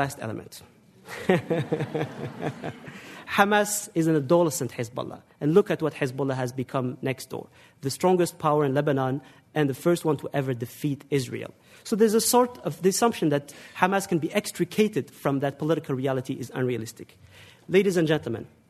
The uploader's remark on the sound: The debate, held in front of a live audience in New York City, lasted well over an hour.